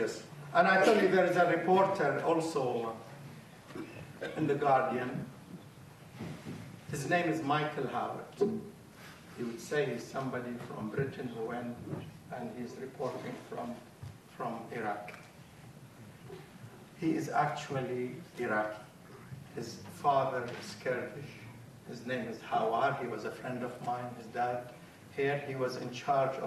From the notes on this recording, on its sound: This was recorded at a meeting organised by the Tower Hamlets Stop The War group